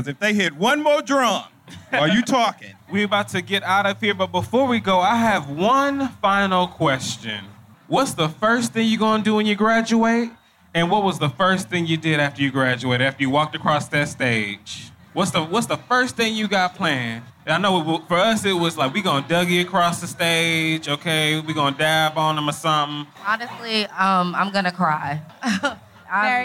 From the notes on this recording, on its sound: Live audio of The Friend Zone at the Florida Blue Florida Classic 2018 in Orlando